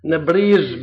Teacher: الجيم اللي بنقولها نحن اهل بلاد الشام هي شين مجهوره